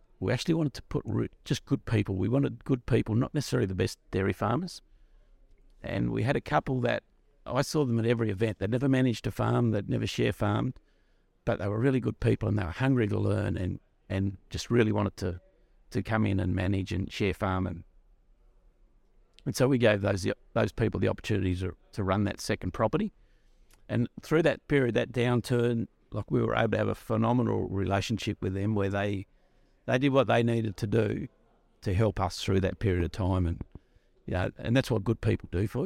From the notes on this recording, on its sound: While we were at the Australian Dairy conference